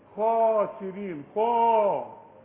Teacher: اعلى درجات التفخيم، الحرف اللي بعديه الف